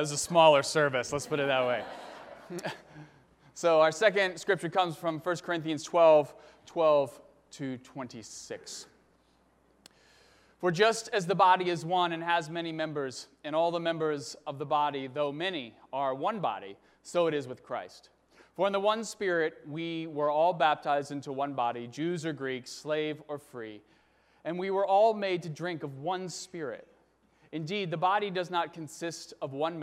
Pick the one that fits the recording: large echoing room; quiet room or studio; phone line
large echoing room